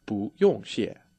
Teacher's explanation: changes to 不, the second tone, when it's put in front of a character with the fourth tone